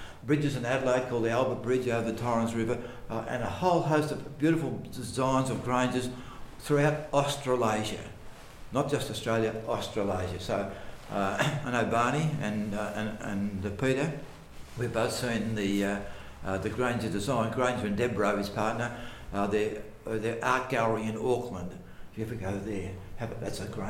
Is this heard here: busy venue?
yes